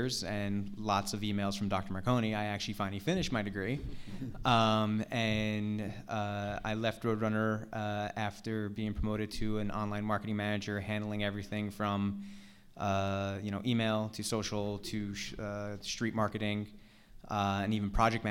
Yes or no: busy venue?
yes